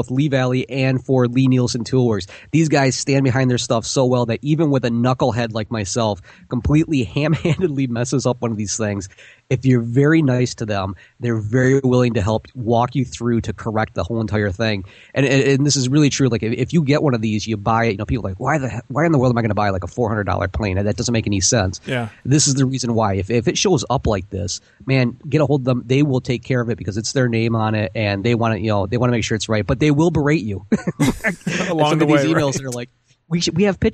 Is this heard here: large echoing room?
no